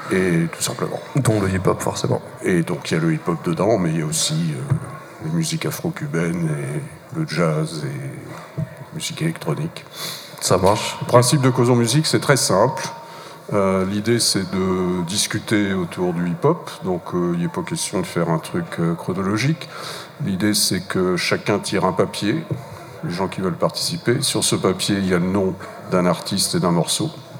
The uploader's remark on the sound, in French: Réalisé en direct au Marché Off Place Grimmeissein. À l'occasion de l'émission en collaboration entre Radio en Construction (Artefact) et Radio RBS.